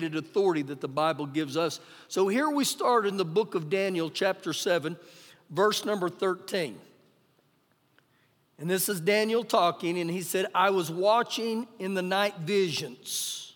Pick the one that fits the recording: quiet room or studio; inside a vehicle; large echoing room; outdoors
large echoing room